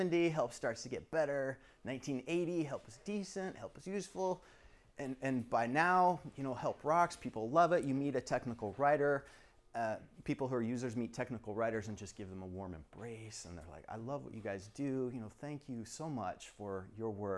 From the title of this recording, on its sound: Recording of my STC Sacramento presentation